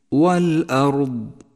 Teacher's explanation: فخمت الراء في كلمة الأرض في قوله تعالى له ملك السماوات والأرض والأرض، فخمت الراء لأنها ساكنة وقبلها حرف مفتوح